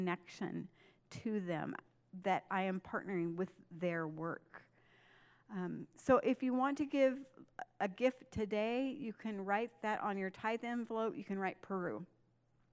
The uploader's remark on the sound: This message was recorded at a Sunday service